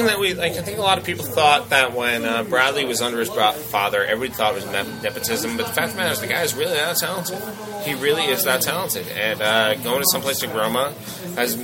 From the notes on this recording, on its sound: Outside of Darby Road Public House &#38; Restaurant. Outside of Darby Road Public House & Restaurant.